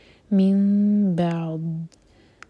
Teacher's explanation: ضاد کو ساکن کریں گے تو جھٹکا نہ ہو بالکل بھی زبان کے سائڈ سے ضاد ہیوی ہوگا